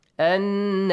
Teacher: pay attention to the تشديد on نون أن yes the nasal sound the غنة sound